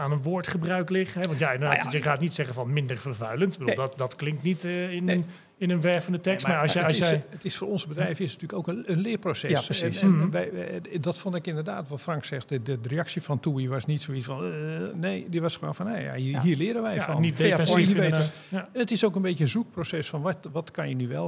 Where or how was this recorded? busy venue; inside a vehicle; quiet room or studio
busy venue